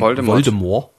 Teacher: Das T ist nämlich angeblich stumm.